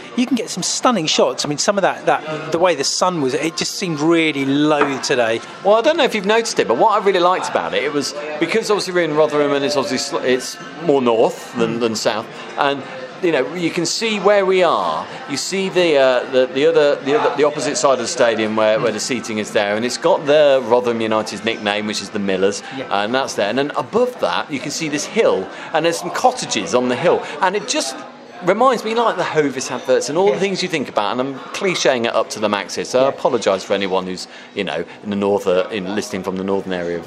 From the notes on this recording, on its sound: recording in a Beefeater whilst on a 3 day shoot